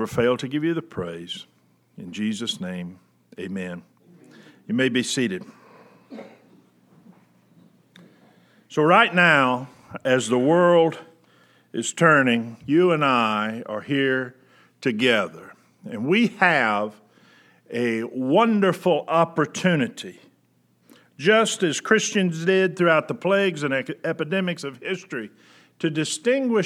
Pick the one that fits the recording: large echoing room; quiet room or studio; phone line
large echoing room